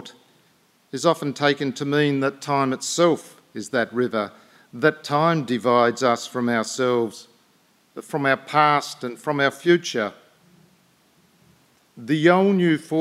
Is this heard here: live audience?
yes